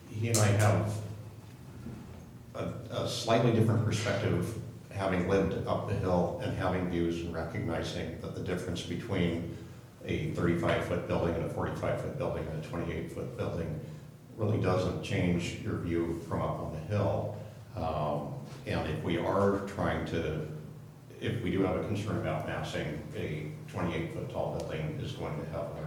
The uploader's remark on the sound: Live recording of the Astoria Planning Commission meeting. Note that the meeting begins with the APC convening briefly as the Traffic Safety Committee.